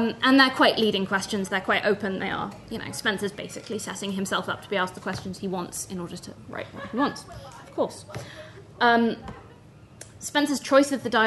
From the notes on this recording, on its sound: at the 2022 Tudor and Stuart Ireland Conference.